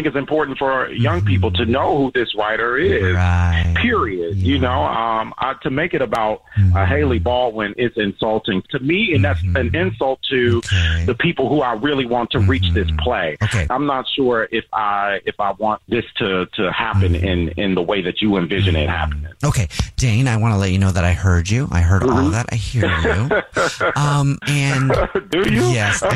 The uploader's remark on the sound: Phone Prank